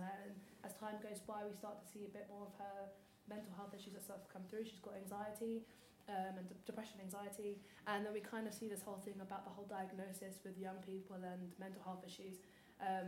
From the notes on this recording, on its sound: I met up and chatted to the creative team of Quarter Life Crisis at Ovalhouse as part of their post show Q&A.